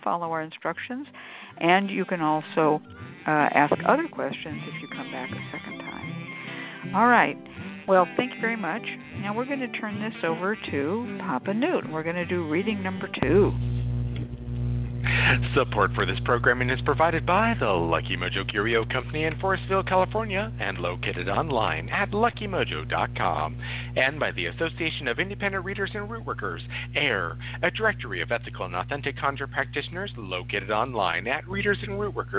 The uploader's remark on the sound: a real, live call-in show